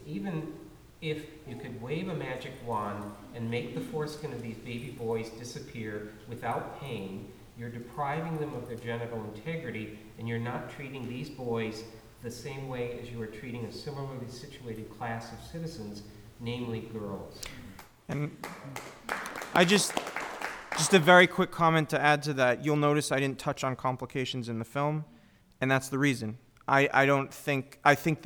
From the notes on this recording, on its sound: This is a recording of the panel discussion and Q&A from the Vancouver, British Columbia screening of Cut. The screening took place at the Roundhouse Community Center.